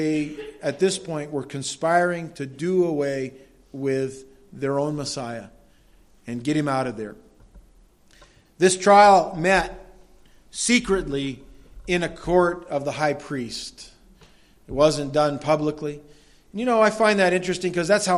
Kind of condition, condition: setting, large echoing room